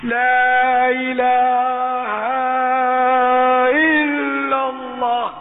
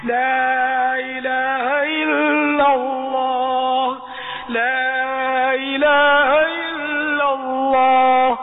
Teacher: الف نہیں بلکہ وہ ساتھ میں مد متصل چڑھا دیتے ہیں، تو ہا کو زبر کی حد تک پڑھنا ہے، مد نہیں پڑھنا · Shown in: second take